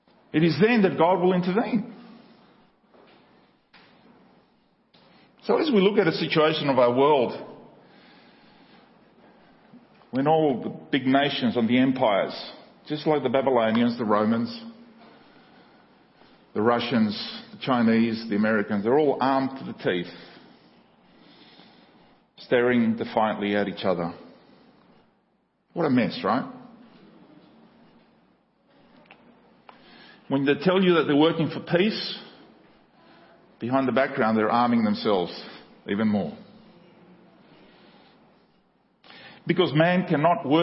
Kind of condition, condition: setting, large echoing room